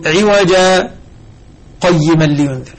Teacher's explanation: لاحظ سكتة كأني يريد أن أنصرف عن القراءة ثم أعود بعد ذلك